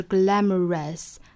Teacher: 但是不管英音还是美音，这个单词的尾音绝对不要卷舌卷得过多